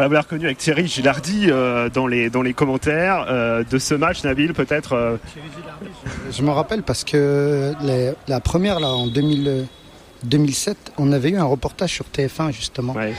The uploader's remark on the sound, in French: En direct de la Ligue des Nations de foot pour amputés en Haute-Savoie